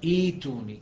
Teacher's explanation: ويبدا بهمزه مكسوره وبعدها ياء